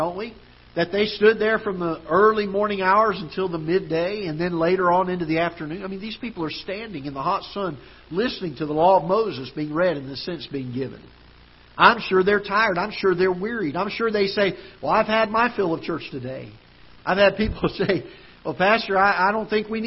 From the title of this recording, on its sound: Ketha Heights Baptist Church ~ Live Broadcast